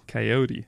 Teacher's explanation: I put the emphasis on the middle syllable of coyote.